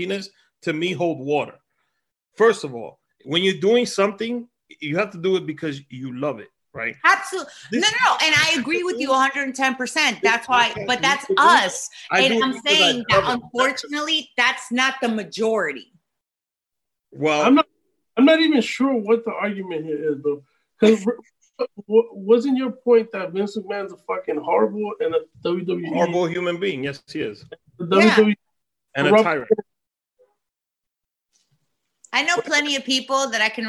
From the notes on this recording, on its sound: Celebrate Cinco de Mayo using ZOOM Video Conference.